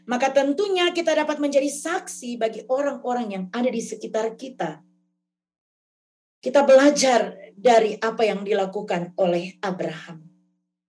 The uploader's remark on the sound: RSK 98.6 FM: Ibadah Minggu GKI Kalvari. Zoom Meeting.